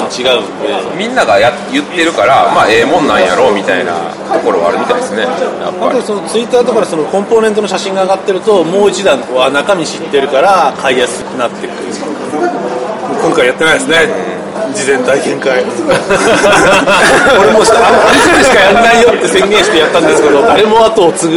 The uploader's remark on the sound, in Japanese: 秋葉原のカフェで録音